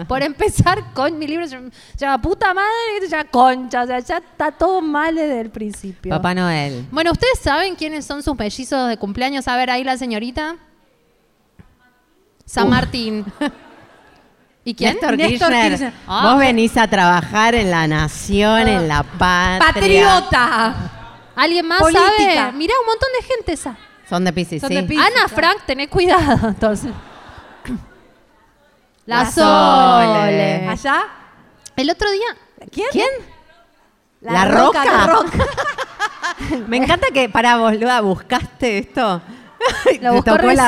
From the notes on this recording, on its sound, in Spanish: En vivo en Rosario. Grabado en vivo durante nuestra gira en la ciudad de Rosario.